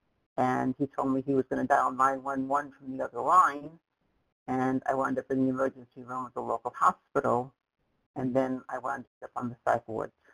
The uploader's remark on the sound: from the 100 Pounders Phone Meeting, date unknown